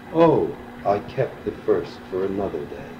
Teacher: The speaker cannot convince him that a meaningful choice took place, and there is an extended sigh in that recognition, in the stressed O that opens the subsequent line against the flow of the iambic meter